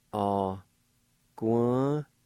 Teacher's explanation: And that N at the end of this second part is nasalized.